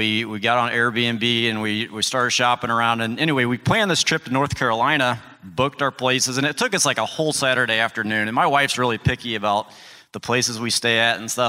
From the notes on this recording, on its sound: Live from Equip Expo's Morning Show